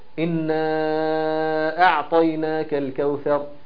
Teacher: اخر الكلمة الاولى حرف المد واول الكلمة الثانية الهمزة، وبذلك بيبقى مد جائز منفصل ومد مقدار اربع او خمس حركات